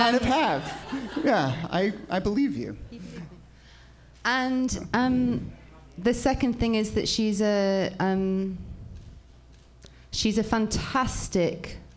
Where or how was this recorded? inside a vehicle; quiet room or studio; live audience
live audience